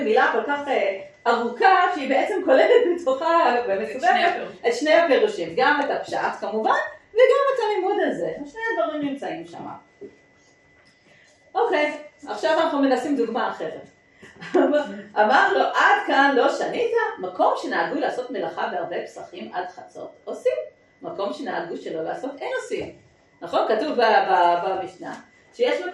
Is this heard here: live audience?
yes